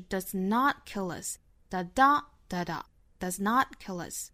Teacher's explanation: 其实需要重读的点呢，在于这个 not 这个词上面